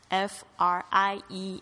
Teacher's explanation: 不要 friend 那个 D 呢，不要发的那么重，感觉后面好像有个 A